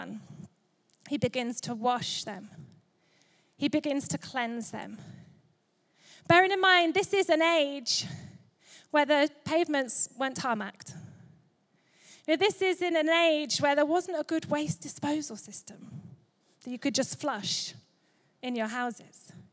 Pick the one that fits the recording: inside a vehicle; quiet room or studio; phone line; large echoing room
large echoing room